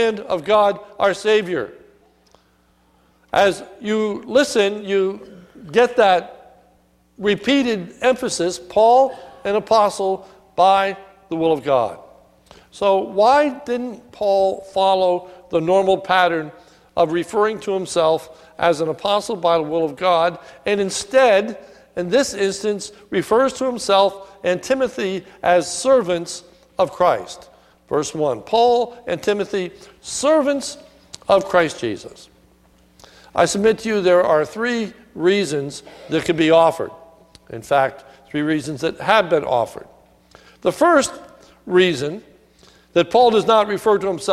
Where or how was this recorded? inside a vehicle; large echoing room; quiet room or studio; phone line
large echoing room